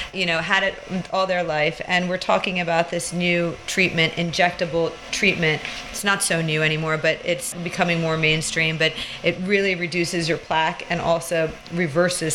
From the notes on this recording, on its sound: This week, we are very much back in the clinic. As this was recorded during the procedure, you'll be able to hear the sound of the machine all the way through.